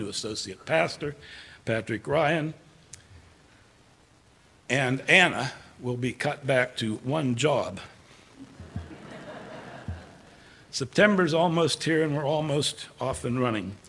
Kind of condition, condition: setting, large echoing room